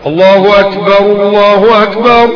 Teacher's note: يبقى تسكن الكاف ولا تقلقلها